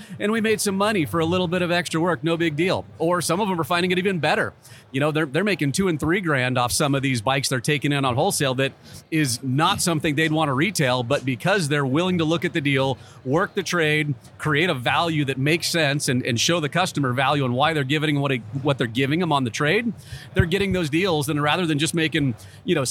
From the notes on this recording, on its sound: they recorded live on the floor of the AIMExpo in Las Vegas